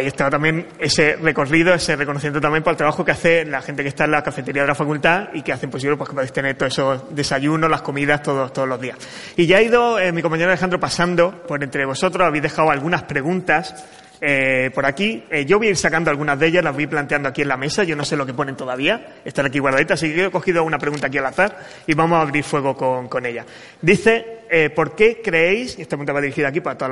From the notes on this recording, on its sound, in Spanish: Programa de radio grabado en el salón de actos de la Facultad de Estudios Sociales y del Trabajo de la Universidad de Málaga.